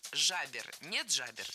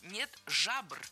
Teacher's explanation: Правильный вариант – нет жабр. Никакой «е» появляться здесь не должно. · Shown in: second take